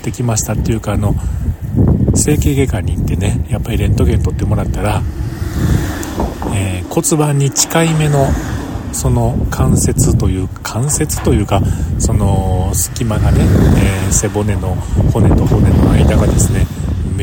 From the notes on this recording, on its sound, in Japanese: 風吹く夕方。バイクを停め、その場で収録。